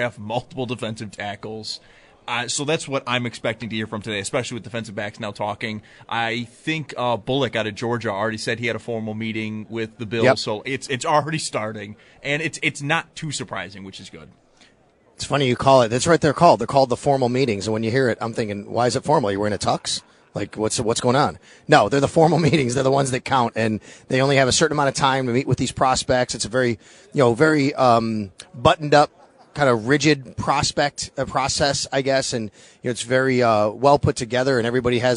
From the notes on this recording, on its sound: Join the show as well live from the Draft Combine.